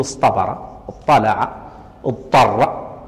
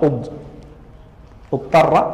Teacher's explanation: تاء الافتعال بعد حروف الإطباق تبدل طاء